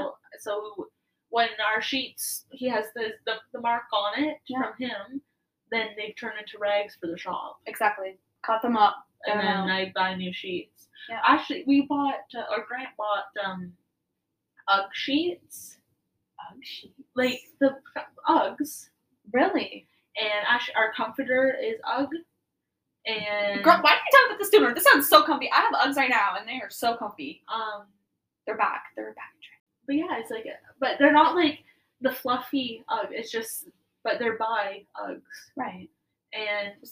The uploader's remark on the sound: We apologize about the audio not sounding very good, its like we don't know what we are doing or something lol.